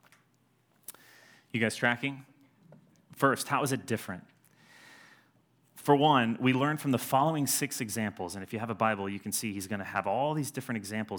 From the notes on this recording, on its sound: At Edgewood College Auditorium.